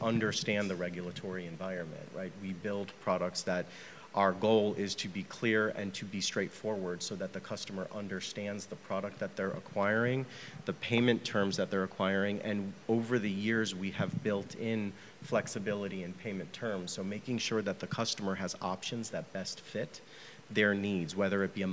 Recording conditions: busy venue